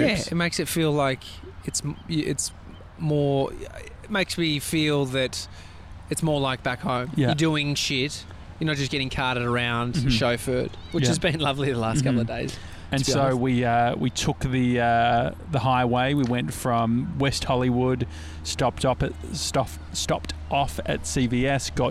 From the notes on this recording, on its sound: We’re live from Laguna beach!